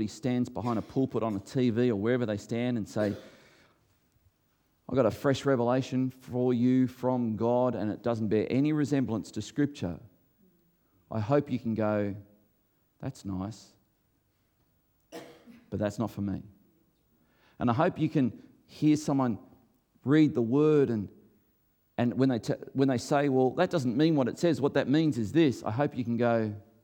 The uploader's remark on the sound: recorded before a live audience